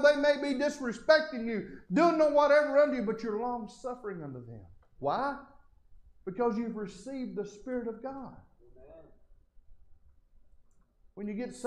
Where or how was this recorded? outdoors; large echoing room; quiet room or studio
large echoing room